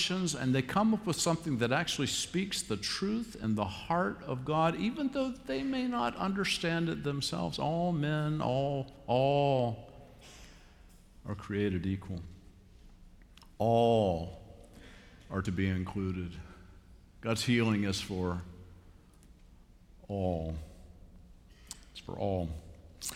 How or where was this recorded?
large echoing room